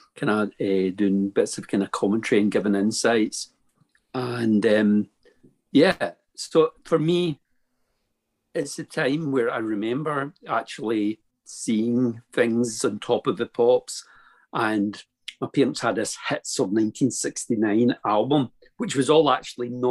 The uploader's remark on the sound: Spent the best part of 3 hours in our company one Zoom night a couple of months ago. The kazoo made a number of guest appearances.